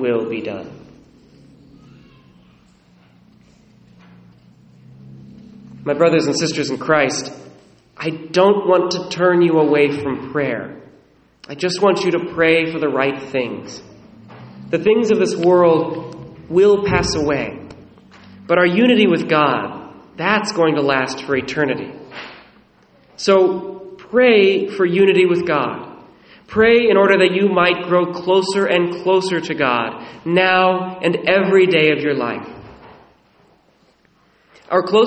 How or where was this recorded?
large echoing room